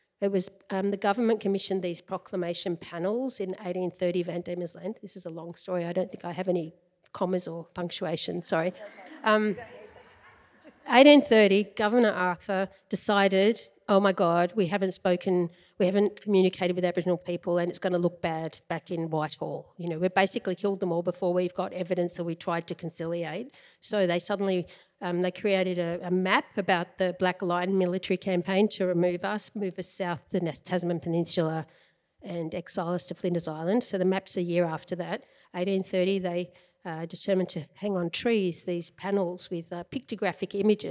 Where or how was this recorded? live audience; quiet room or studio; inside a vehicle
live audience